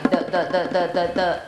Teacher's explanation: ถ้าสมมติเราทำเสียงเดอะเดอะเดอะเดอะเดอะอันเนี้ยจะรู้สึกได้เลยว่ามันสั่นที่เส้นเสียง